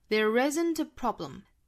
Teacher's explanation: 这个 there 和后面的 isn't 连读